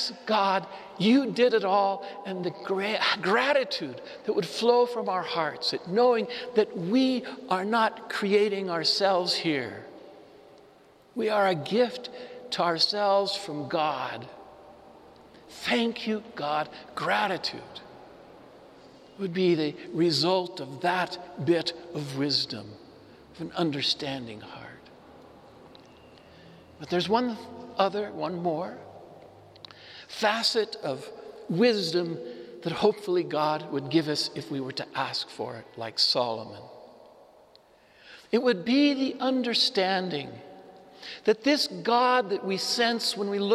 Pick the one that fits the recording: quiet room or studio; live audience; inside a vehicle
live audience